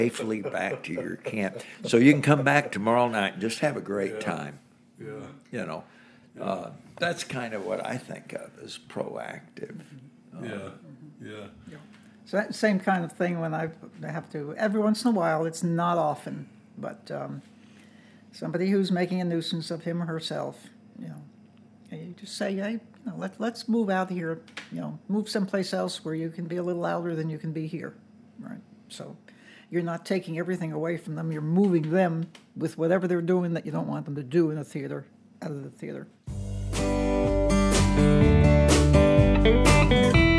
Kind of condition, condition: setting, busy venue